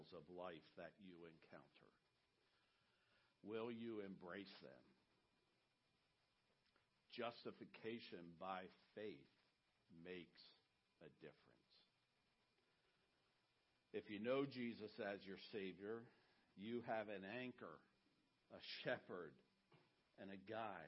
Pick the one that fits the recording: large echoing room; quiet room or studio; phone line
large echoing room